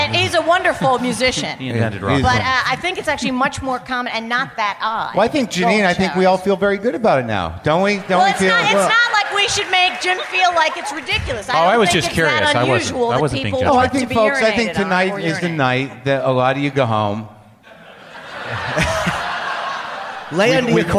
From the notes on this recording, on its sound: It's a blockbuster live WTF from Austin, Texas.